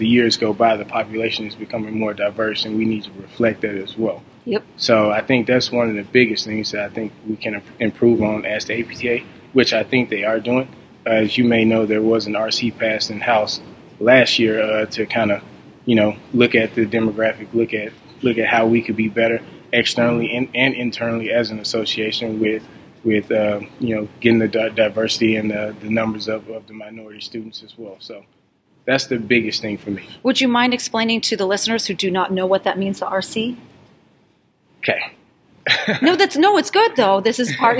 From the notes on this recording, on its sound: LIVE from the Federal Advocacy Forum